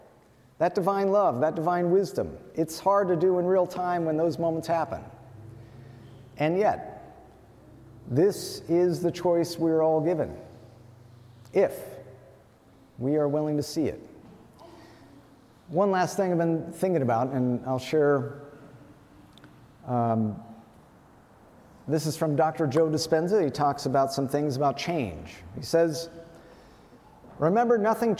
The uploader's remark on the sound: Wayfarers Chapel is an Ecumenical Ministry of the Swedenborgian Church and the National Memorial to Emanuel Swedenborg located In Rancho Palos Verdes, CA.